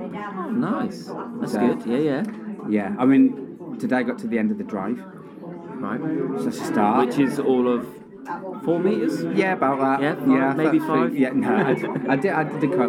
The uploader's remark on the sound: Live from the PUB!